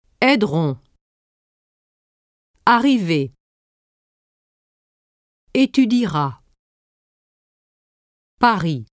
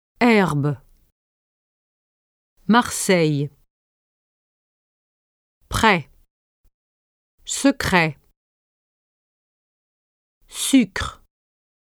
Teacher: When in between two vowels, R is pronounced more softly than when it occurs next to a consonant sound, especially P, T, and K.